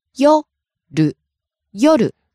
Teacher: Starts high, ends low.